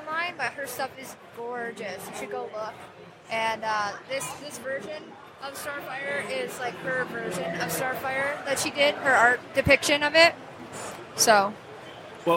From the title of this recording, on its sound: Live at Motor City